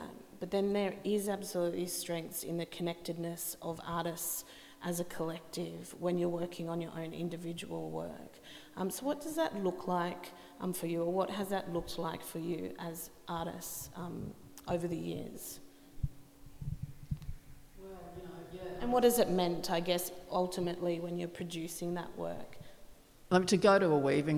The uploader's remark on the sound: Presented by NORPA in partnership with Southern Cross University and Koori Mail. This is a recording of a panel discussion as part of the Flow events program.